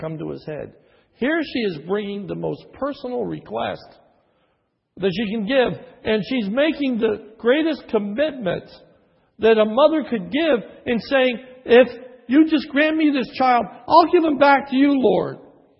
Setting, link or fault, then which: setting, large echoing room